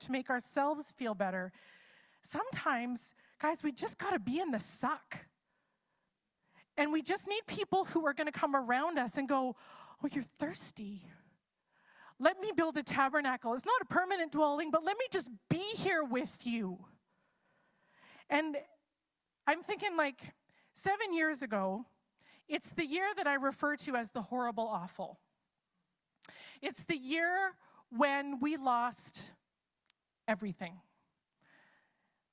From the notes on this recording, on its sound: It's a LIVE service!